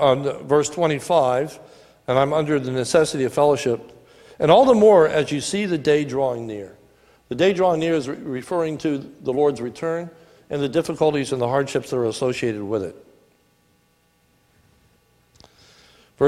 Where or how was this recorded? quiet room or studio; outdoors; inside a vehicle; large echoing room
large echoing room